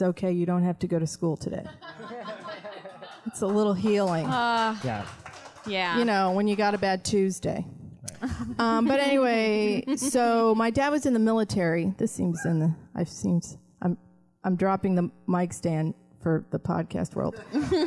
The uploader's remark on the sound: Recorded live from Q.E.D. In Astoria, NYC.